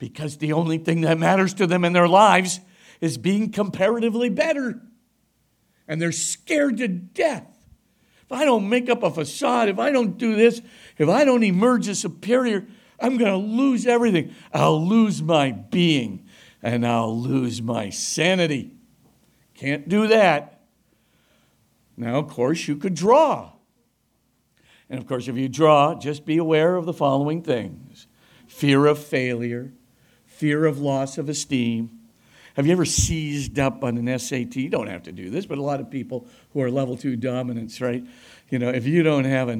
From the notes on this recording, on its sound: delivered a lecture at Christendom College on Monday, September 18